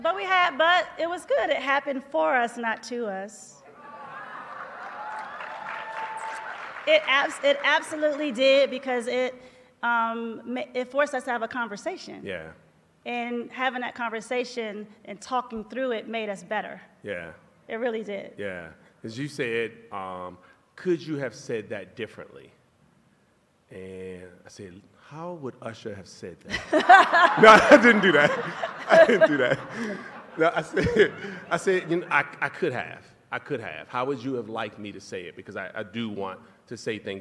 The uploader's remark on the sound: Live from our tour stop in Vegas